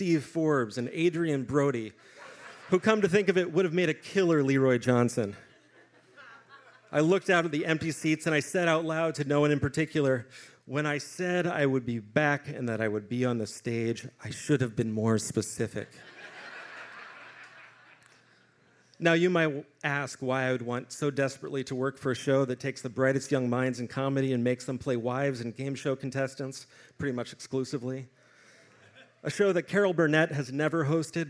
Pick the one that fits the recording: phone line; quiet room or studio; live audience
live audience